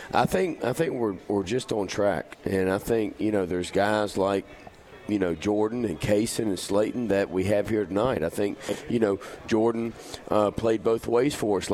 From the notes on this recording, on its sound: once again originating from The Market at John Hall Store.